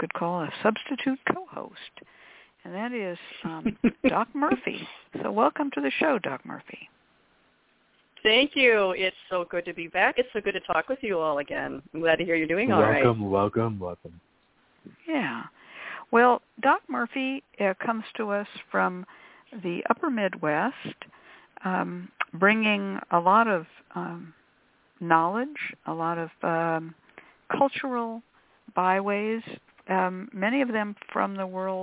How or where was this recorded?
phone line